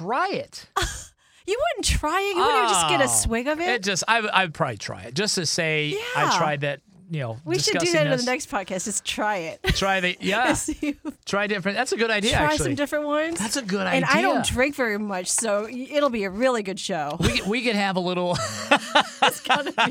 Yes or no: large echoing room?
no